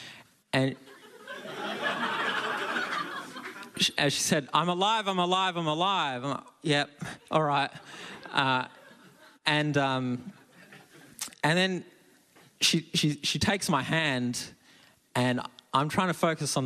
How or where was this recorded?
live audience